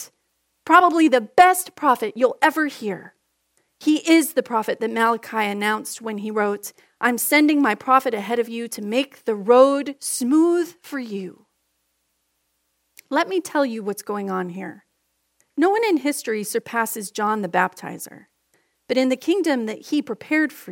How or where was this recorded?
large echoing room